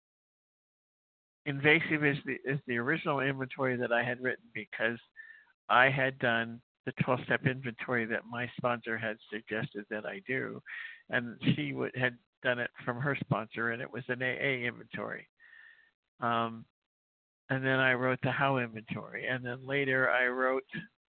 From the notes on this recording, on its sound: 100 Pounders Phone Meeting